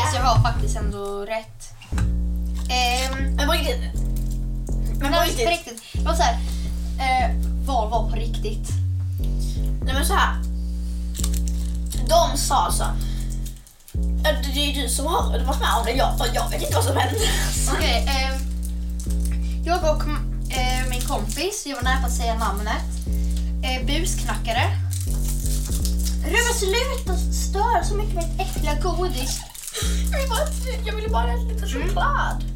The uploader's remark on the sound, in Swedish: Vi ber om ursäkt för att ljudet kan vara lite dåligt.